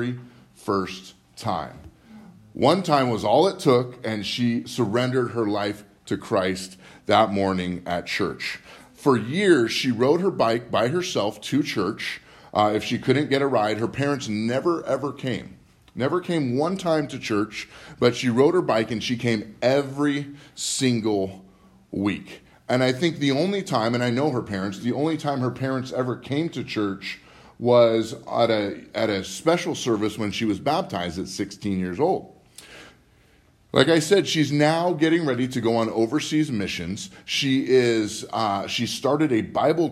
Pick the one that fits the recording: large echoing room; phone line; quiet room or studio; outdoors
large echoing room